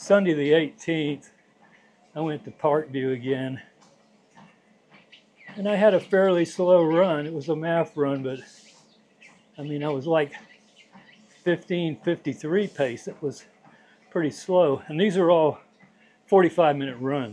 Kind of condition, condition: fault, sounds in the background